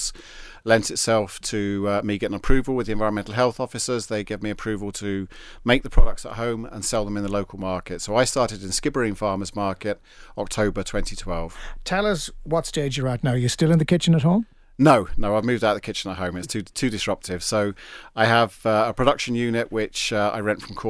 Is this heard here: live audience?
no